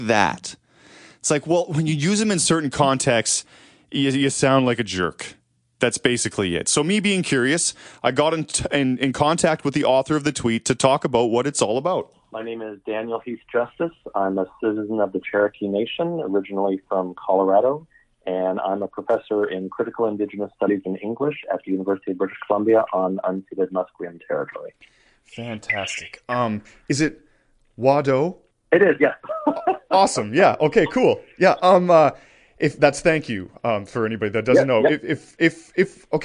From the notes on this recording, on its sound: Our Shiftheads called in with all kinds of stuff.